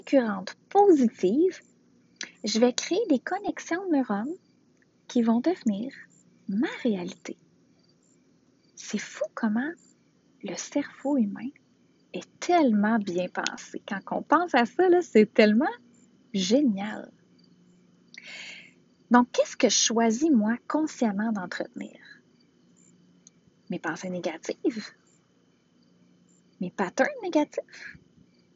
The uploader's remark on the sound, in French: Cet épisode a été enregistré à l’extérieur, la qualité audio n’est pas maximale